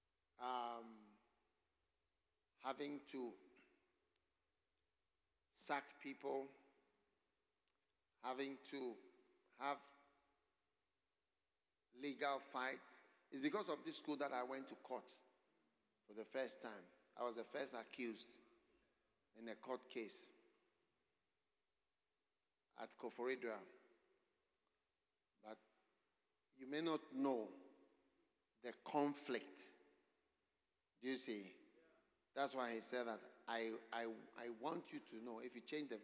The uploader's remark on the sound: Preached at The Anagkazo Alumni Homecoming 2023. Anagkazo Campus, Mampong.